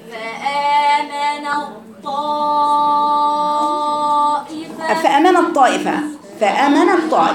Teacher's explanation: من النون تنتقل على طاء ساكنه ثم طاء متحركه وبيني فيها الإطباق